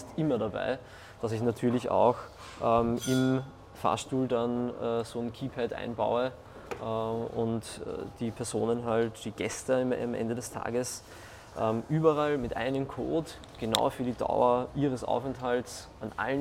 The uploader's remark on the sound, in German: live auf dem Jahreskongress temporäres Wohnen in Berlin